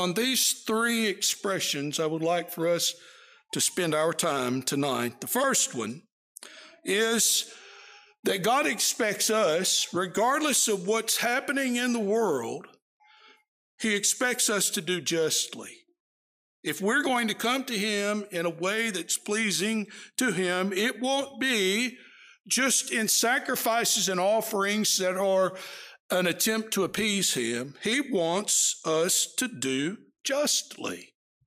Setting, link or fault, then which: setting, large echoing room